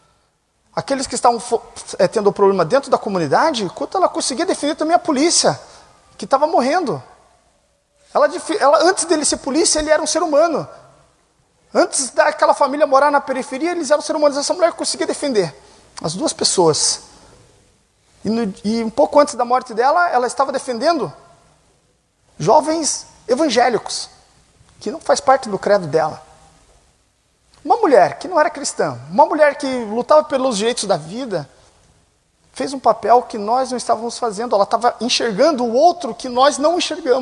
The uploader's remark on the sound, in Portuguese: Este programa é a captura de áudio da palestra. Durante a VII Semana Jovem do Café IPIC.